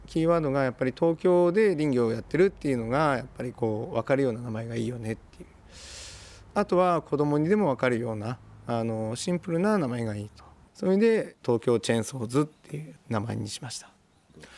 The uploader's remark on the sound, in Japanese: 檜原村の作業現場で